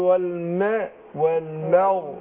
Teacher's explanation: احنا عندنا الميم مرققه والغين مفخمه. انا اخد بالي عايز افصل ايه البراعه، ان انا افصل المرقق من المفخم، اروح مرقق الميم وداخل على تفخيم الغين، فما ياثرش اي حاجه، يعني ما اجيش ارقق الميم واروح مرقق الغين معاه.